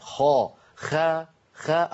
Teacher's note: هذا الحرف لما تنطقه العرب يضغطونه إلى أعلى الفم · Term: مستعلي